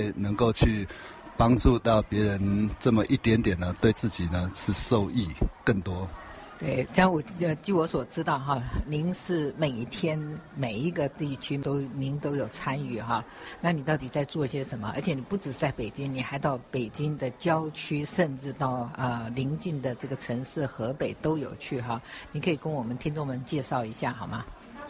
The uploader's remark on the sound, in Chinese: 在救災現場與我們分享